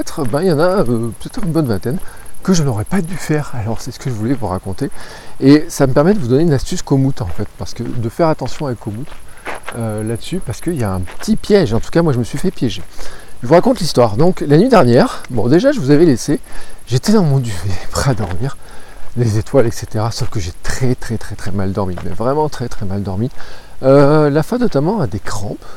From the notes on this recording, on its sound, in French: Episode enregistré à Jargeau juste avant de dormir sous un arbre au bord de la Loire